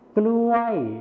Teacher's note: ในภาษาไทยมาตรฐานนะครับจะใช้พยัญชนะต้นควบนั่นเองส่วนในภาษาถิ่นอีสานจะไม่ใช้พยัญชนะต้นควบนั่นเอง